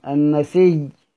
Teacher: والنسيء في التوبة بياء مشددة من غير همز